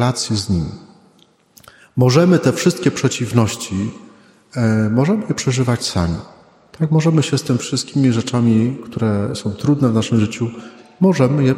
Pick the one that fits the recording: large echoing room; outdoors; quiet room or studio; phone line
large echoing room